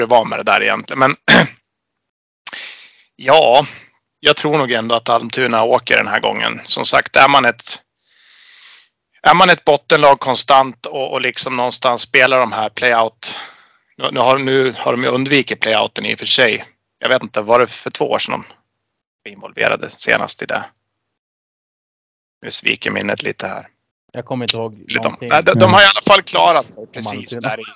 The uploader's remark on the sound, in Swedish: Vi ber om ursäkt för dålig ljudkvalitet.